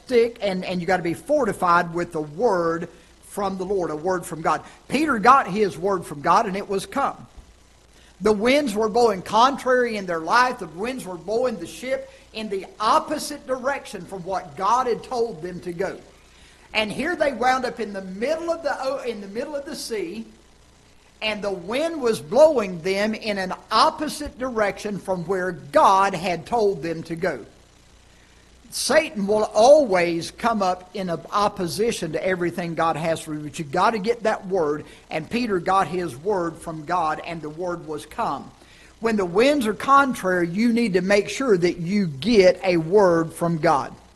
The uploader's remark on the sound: Ketha Heights Baptist Church ~ Live Broadcast